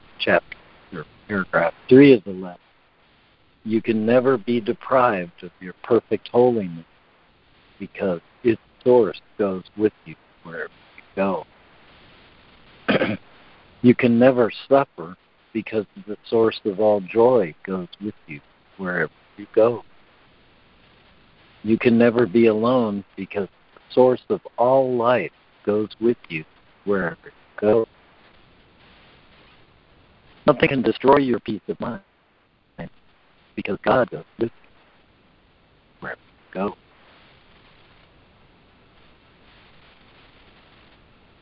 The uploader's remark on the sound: ACIM Daily Conference Call